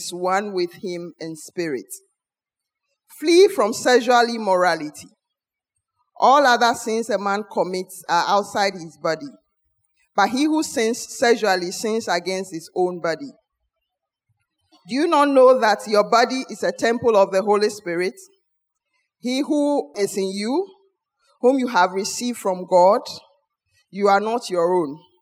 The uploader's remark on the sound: Sermon preached at Adabraka Campus